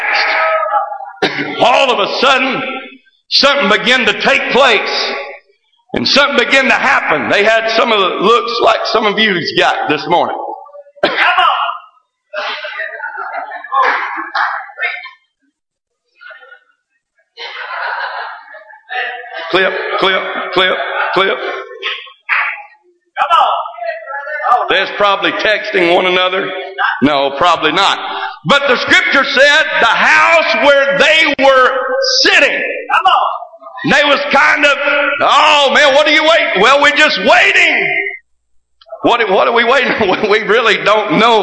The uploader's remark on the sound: This message recorded live from First Pentecostal Church of Silsbee, Texas.